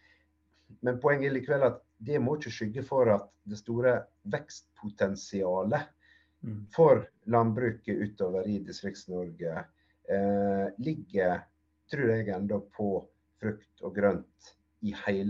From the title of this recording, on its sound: Live Zoom